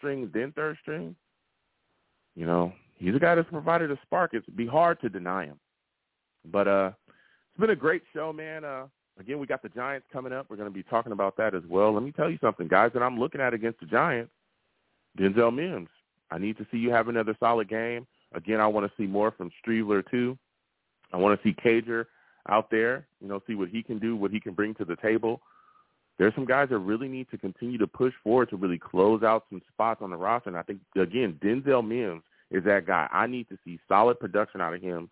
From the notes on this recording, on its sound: I will also take live callers!